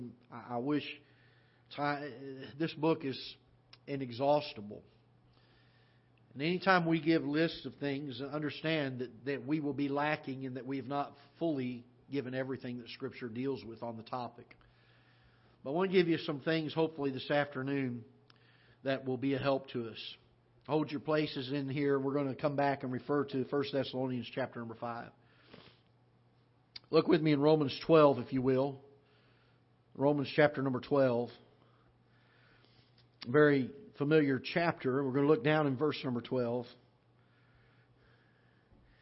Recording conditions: large echoing room